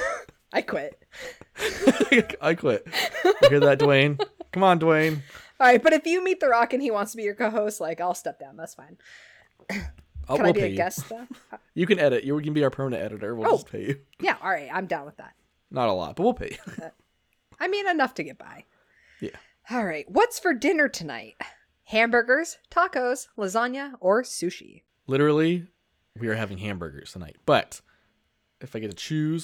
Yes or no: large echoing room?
no